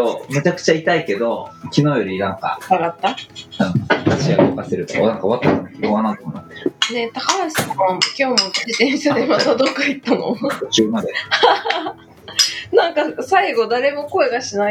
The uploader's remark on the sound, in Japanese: 平日の朝、それぞれのSoloランニングから帰宅したメンバーとオンラインスタジオで集い、「はじまりの時間」をシェアするエピソードを収録！